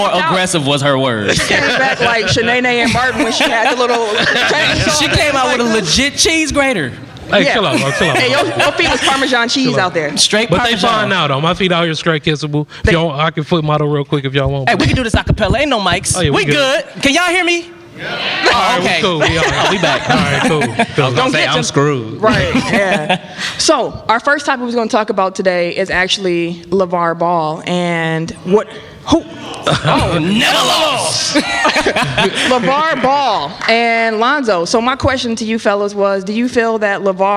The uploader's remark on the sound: We had the honor to perform a live show at the first annual Milwaukee Podcast Festival (MPF), headlined by The Brilliant Idiots.